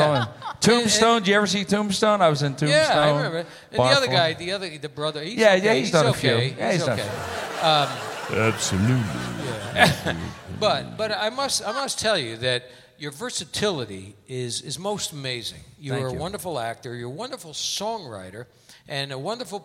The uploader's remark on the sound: Live at the Southpoint Casino